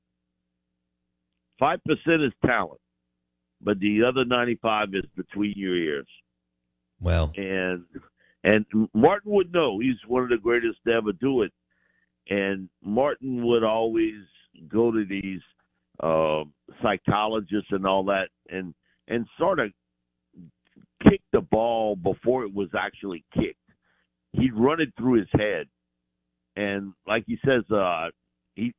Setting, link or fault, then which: link, phone line